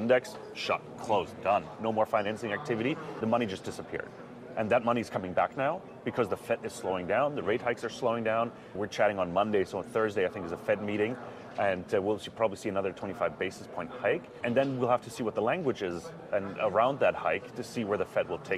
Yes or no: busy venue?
yes